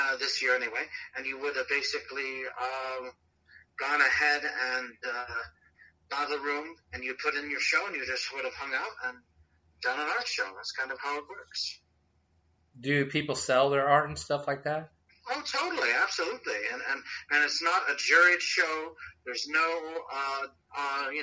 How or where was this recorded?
phone line